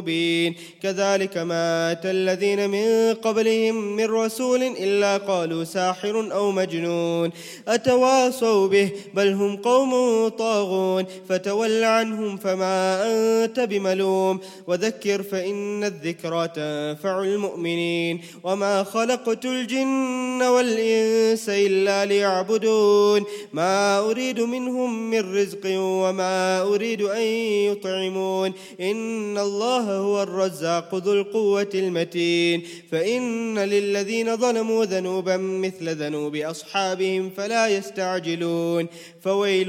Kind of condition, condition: setting, large echoing room